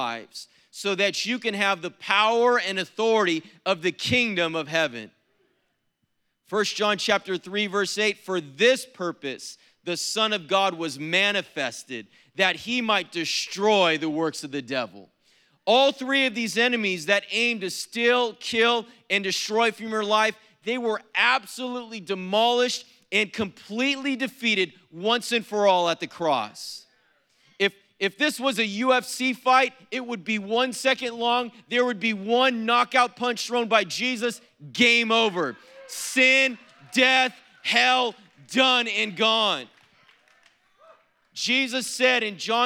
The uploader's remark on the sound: was preached on April 15th at the 7PM service